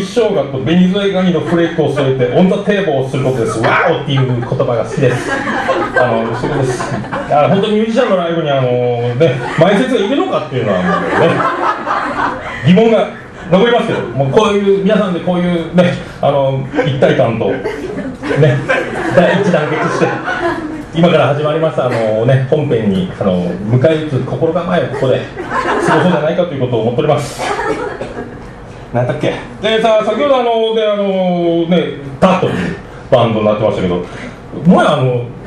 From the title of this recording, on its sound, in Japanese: ライブハウスＣＢ14周年 ﾂｰﾏﾝﾗｲﾌﾞ